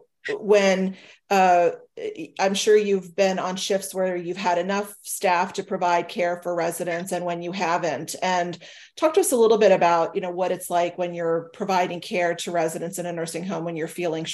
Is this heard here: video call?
yes